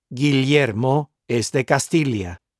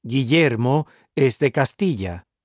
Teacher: Although Y and doble L are pronounced exactly the same by most Spanish speakers, in some regions of Spain, doble L is pronounced like the li sound in million, except that it is one single sound · Shown in: first take